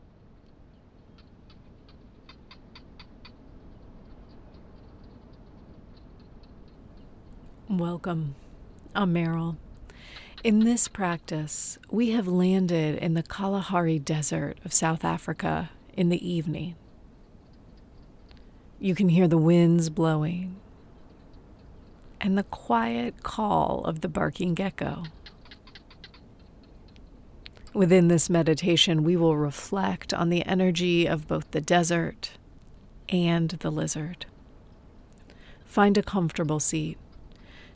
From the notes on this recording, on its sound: You'll hear the sounds of Kalahari desert in South Africa in the evening. You can hear the winds blowing and the quiet call of the barking gecko.